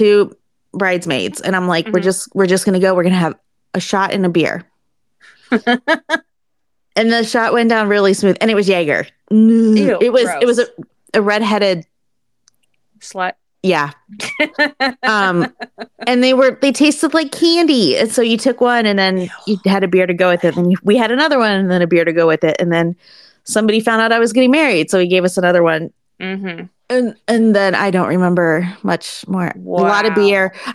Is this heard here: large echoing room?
no